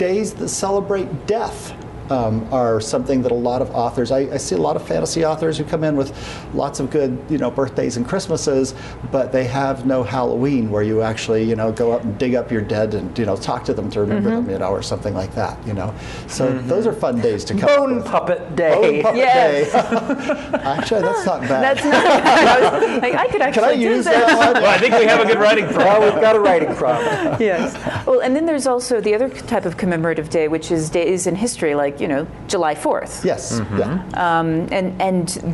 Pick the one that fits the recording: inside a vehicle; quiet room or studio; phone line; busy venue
busy venue